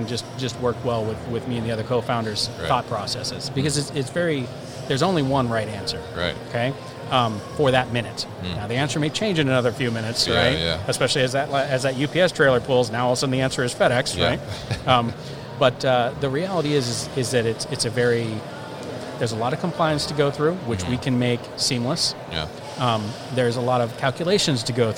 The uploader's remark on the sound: ProShip at MODEX 2020